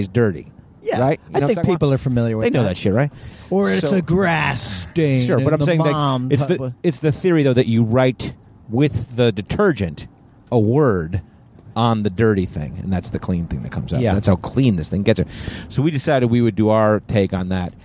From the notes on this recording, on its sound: It's a carcast!